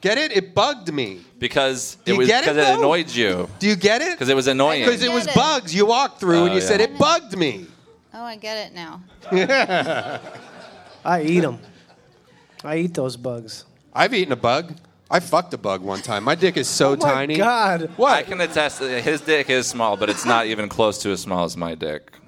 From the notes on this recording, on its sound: BONE ZONE #222 LIVE IN AUSTIN